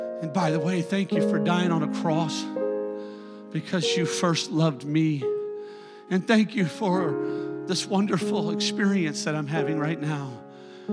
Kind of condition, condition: setting, large echoing room